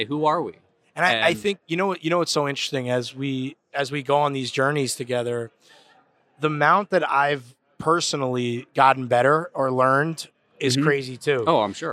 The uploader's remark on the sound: recorded live at the Brand Safety Summit NY on November 3, 2022